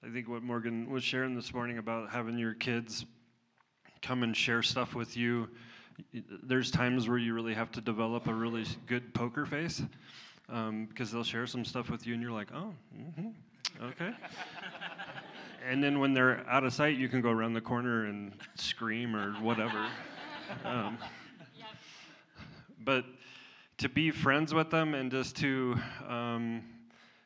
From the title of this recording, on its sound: Panel and Q&A - Me and My House Summit